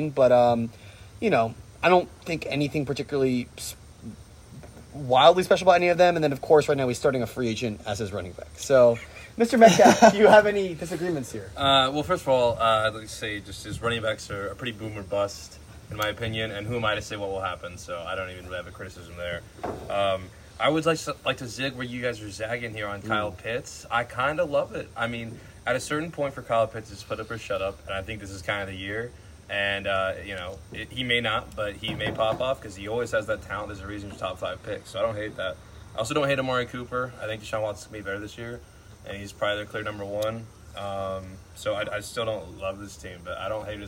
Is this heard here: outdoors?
yes